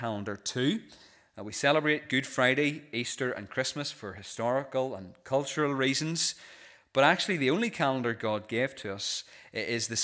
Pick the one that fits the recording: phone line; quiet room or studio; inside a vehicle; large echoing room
large echoing room